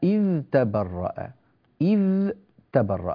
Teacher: هنا عندنا في إذ تبرأ ذال وبعدها حرف التاء، فلا بد من إظهار هذه الذال، لا بد من إظهار هذه الذال، لا نقول اتبرأ، إذ تبرأ، إذ تبرأ، هذه الذال، انتبهنا بارك الله فيكم.